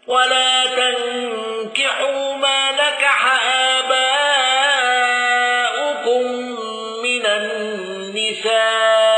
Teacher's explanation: قنبل بتسهيل الهمز الثانية